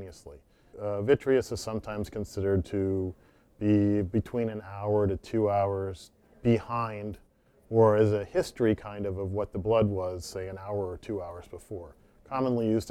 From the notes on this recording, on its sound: This episode was recorded at the America Academy of Forensic Sciences 2018 annual meeting